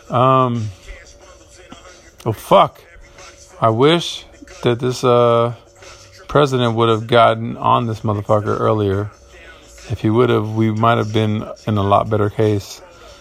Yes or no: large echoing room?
no